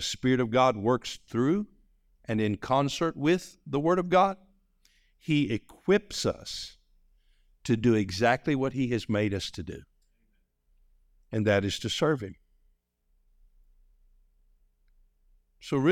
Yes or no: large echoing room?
yes